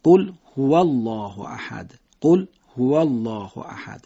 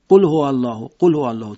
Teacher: بین قل و هو یه مکس کوچیکی بدید تا این حرف ها خوب شنیده بشه · Shown in: first take